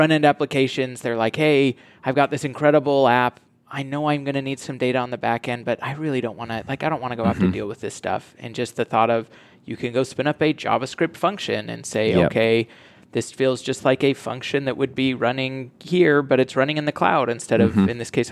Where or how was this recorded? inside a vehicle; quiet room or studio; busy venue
busy venue